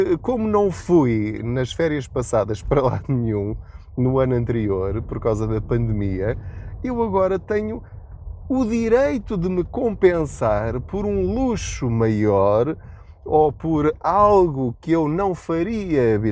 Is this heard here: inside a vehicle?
yes